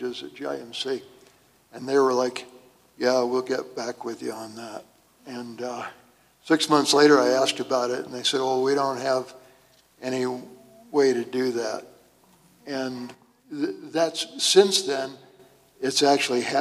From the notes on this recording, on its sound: Here is audio from the May 8, 2022 town hall. A Gallup area community health group.